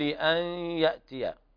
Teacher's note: إدغام بغنة ناقص لوجود الياء بعد النون الساكنة